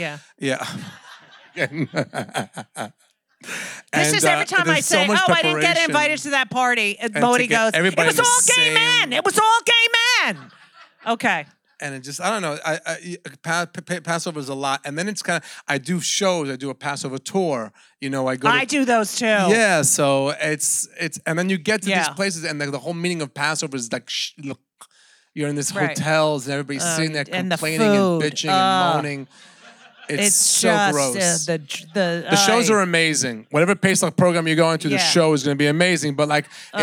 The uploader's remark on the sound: in front of a LIVE audience